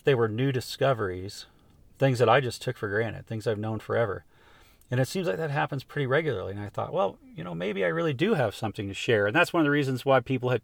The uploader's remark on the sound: It was recorded at the spur of the moment sitting in the front seat of my truck in Arizona after a successful javelina hunt.